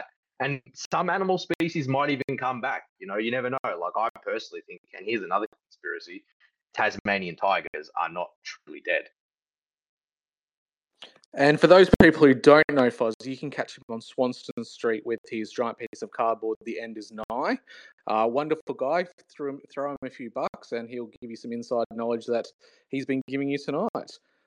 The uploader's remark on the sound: The idea being to test out how community engagement on a live platform would perform, while providing active conversational engagement from the listeners outside of written comments. Think of it as a Coast to Coast AM style open radio show. Admittedly the sound quality isn't the best but I feel it adds to that boots on the ground conversations we all heard back in the day with talkback radio (I will be using my regular recording set up next time around).